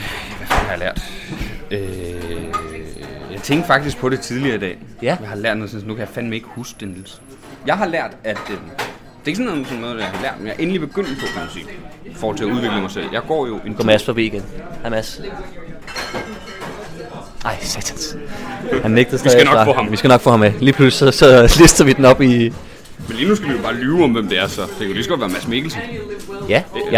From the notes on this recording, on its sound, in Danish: I dagens afsnit er vi rykket ud af studiet, og ind på Citizen Cocktail Bar i forbindelse med en Open Mic.